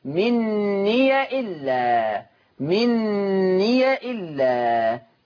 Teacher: بفتح ياء الإضافة وصلا، بفتح ياء الإضافة وصلا، فتصير مني إلا مني إلا.